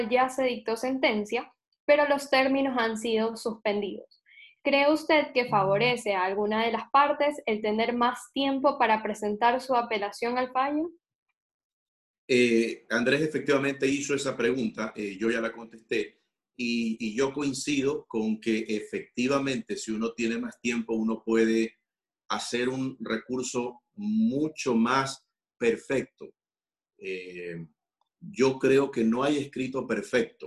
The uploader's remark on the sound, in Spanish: a través de la plataforma ZOOM